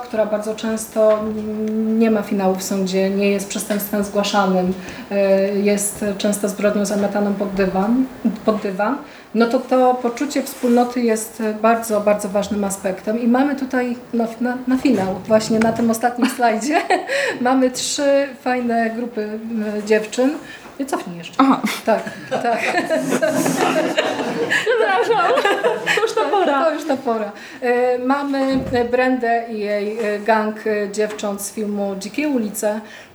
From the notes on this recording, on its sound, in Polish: Dzisiejsze nagranie jest zapisem naszej prelekcji wygłoszonej na Kapitularzu 2023.